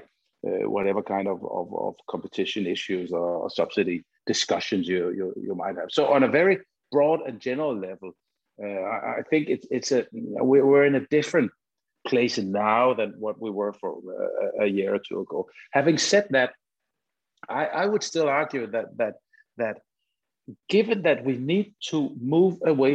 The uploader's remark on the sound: Is a recording of one of our digital events.